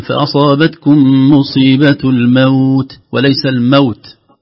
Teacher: اللين العرض للسكون، أقل شيء فيه حركتين · Term: حرف اللين الموقوف عليه